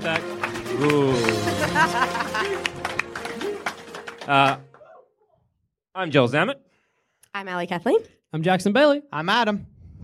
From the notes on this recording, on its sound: Our heroes climb up on stage, grab a fistful of dice, and play a live game of dungeons and dragons. It's D&D is for Nerds Live and unedited like you've never seen it before!